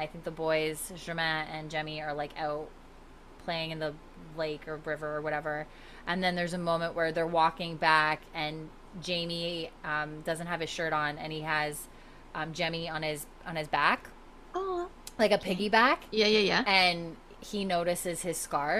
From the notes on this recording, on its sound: Sorry for the slight buzzing you may hear in the background…..it was the air conditioner and I thought the mic wouldn’t pick it up.